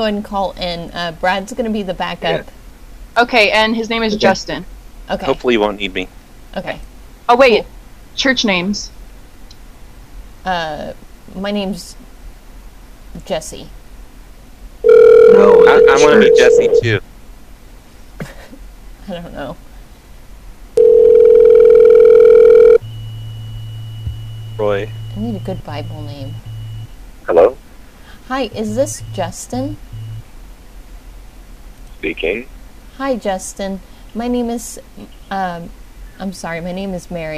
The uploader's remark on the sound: Prank Phone Calls